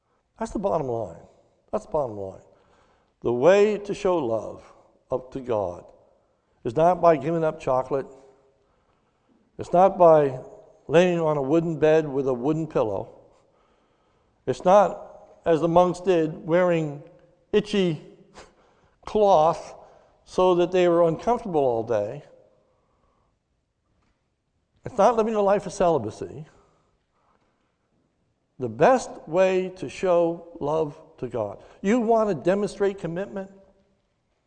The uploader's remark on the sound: This is a sermon recorded live at the Lebanon Bible Fellowship Church in Lebanon, PA during the evening service on 03/07/2021